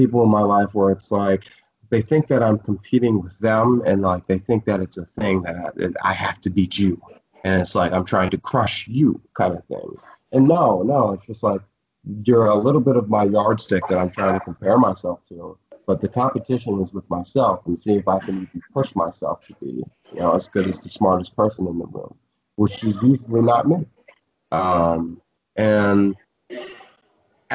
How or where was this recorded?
video call